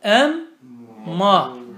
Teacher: Nunun mime. Mimin de nuna mahreci yakın olduğundan nun önce mime kalbedildi